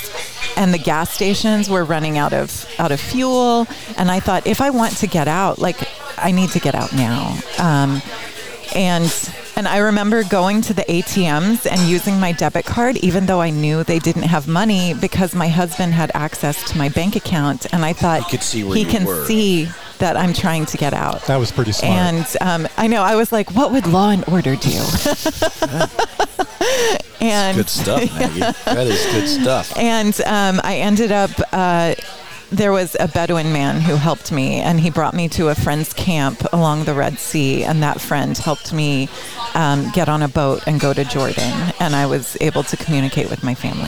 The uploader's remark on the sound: Recorded in the Center of the Coachella Valley universe, Skip Paige’s Little Bar.